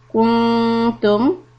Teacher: noon ikhfa, soft, keep the tongue close to the makhraj of ta.